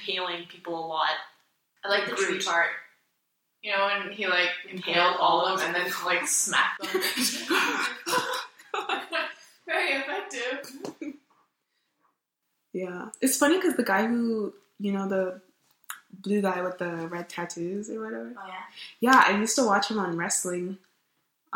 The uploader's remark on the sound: we had a lot of people on one mic